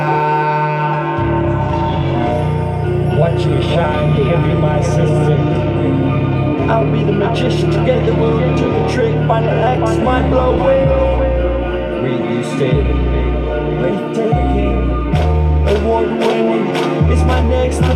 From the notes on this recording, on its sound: My first time in an actual studio, This is a recording from my phone of the studio speakers.